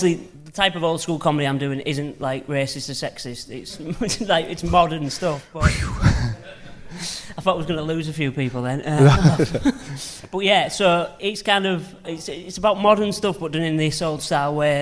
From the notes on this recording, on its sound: Audience at Hull Truck Theatre before his Edinburgh preview.